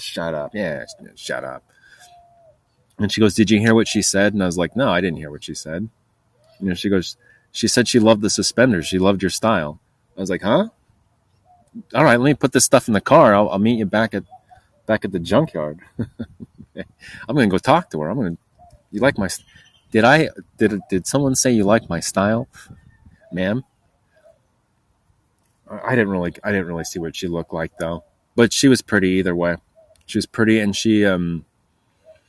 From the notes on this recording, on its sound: Recording Live Outside ANTS.